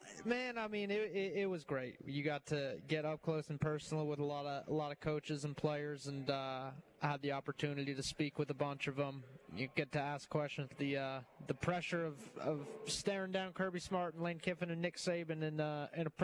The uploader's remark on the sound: Live at SEC Media Days. The Nashville SEC Media Day Four!